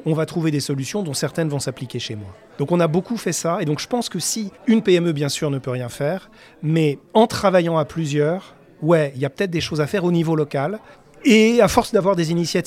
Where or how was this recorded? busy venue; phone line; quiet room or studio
busy venue